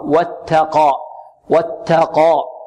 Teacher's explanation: واتقى، البعض يقول واتقى، وات، خطأ، واتقى، واتقى، والتاء مرقة وقاف مفخمة